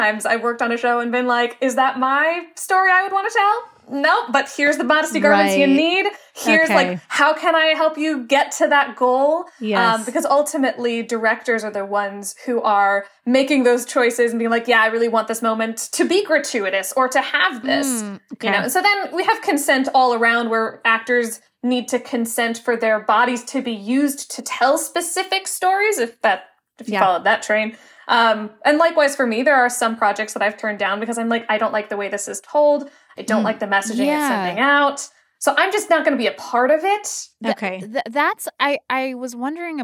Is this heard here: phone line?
no